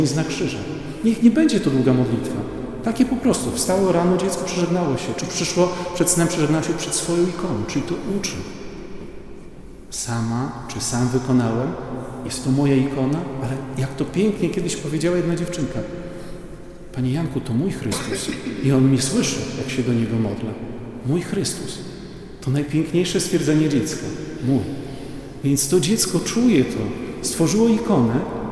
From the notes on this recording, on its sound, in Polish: Nagranie pochodzi ze spotkania w parafii św. Jerzego Zwycięzcy w Białymstoku.